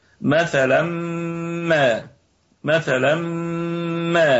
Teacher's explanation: مثلا وصلا تنوين أتى بعده حرف الميم، ميم متحركة بالفتح، أدغم التنوين مع الميم فأصبحت غنة كاملة في أعلى درجات الغنة. مثلا ما مثلا ما هذه أعلى درجات الغنة.